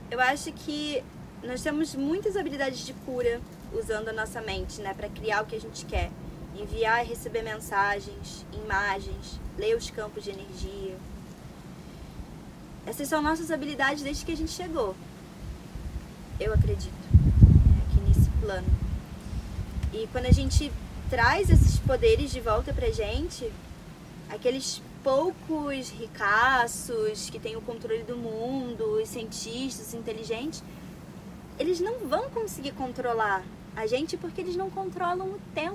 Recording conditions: phone or laptop microphone